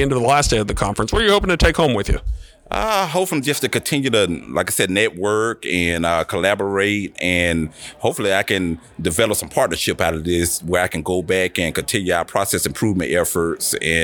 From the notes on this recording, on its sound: Spoke with “Problem Solved” during the Healthcare Systems Process Improvement Conference 2024. At the Crowne Plaza Atlanta Perimeter at Ravinia.